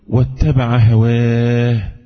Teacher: الهاء ضعيفة، إذن لابد من جريان الصوت فيها، لابد من جريان النفس